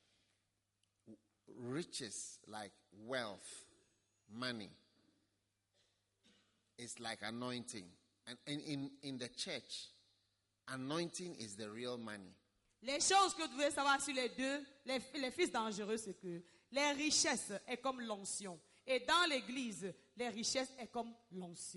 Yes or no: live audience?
yes